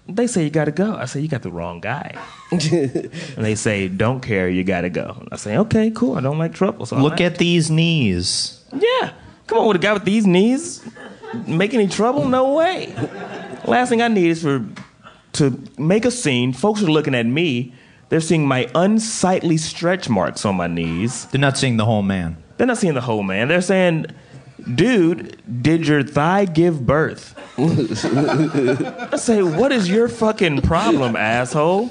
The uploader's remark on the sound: This month the guys record LIVE at Over the Eight in Brooklyn